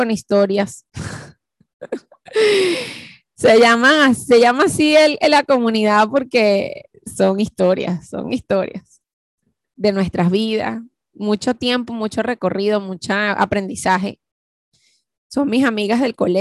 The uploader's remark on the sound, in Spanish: ZOOM PARTY CUMPLEAÑOS 2021. Q&A live.